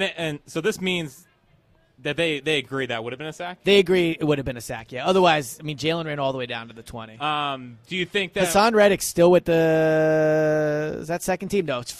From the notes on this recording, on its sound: Live at Lincoln Financial Field, reacting to the Eagles only open practice of the season.